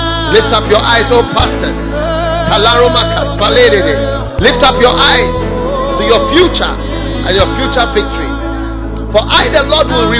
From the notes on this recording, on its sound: Preached at the FLOW Church, Accra.